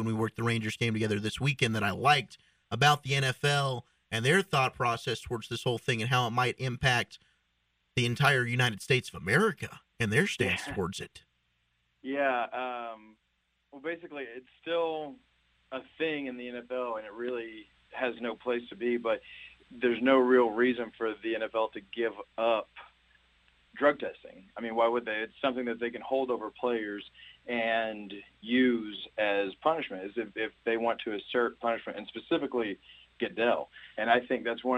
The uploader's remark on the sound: are joined by call in guest